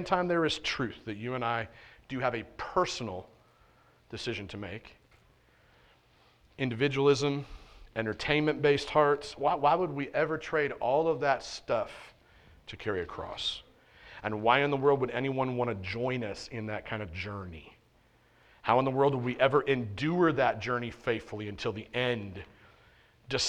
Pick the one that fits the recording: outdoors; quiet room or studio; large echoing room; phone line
large echoing room